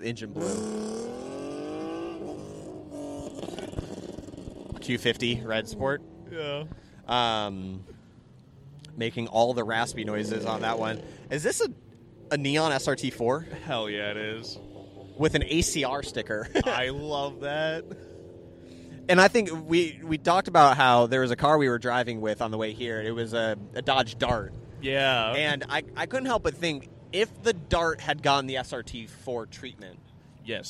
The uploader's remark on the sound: Finally, the cars and coffee podcast has recorded its first episode at a cars and coffee event, and it was amazing! We both try our hand at live commentary while watching cars depart the event. Share some random interactions with people passing by.